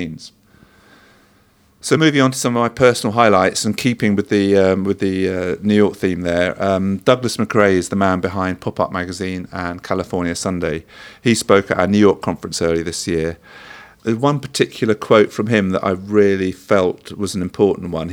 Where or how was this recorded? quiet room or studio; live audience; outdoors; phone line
quiet room or studio